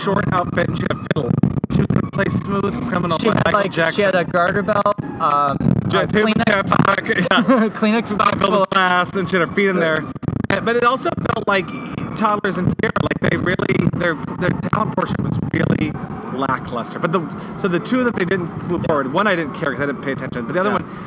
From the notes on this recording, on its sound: Beautiful night here in Chicago! Apologies for the wind.